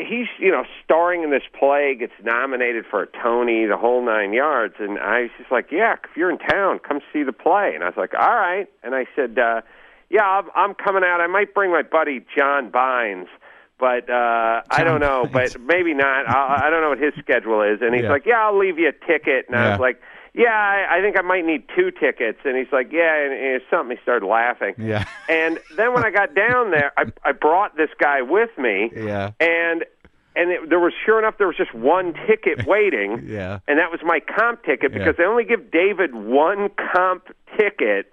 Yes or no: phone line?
yes